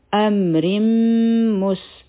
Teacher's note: د را د لاندې کسرتین دي، تنوین دی، مخکې میم مشدد راغی، نو دلته کې به مونږ ادغام کوو د غنا سره، نو دا به شي امر مس، میم او سین به